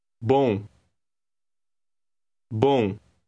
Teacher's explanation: The M at the end of that word sounds like a nasal N.